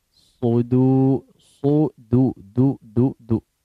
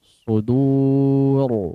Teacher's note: Tipis, tetap tipis. Ro-nya baru tebal.